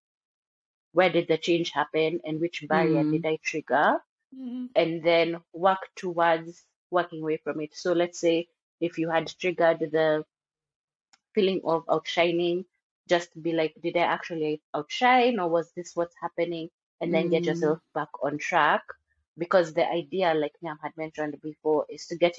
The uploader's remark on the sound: Apologies for the audio, the technical difficulties continue!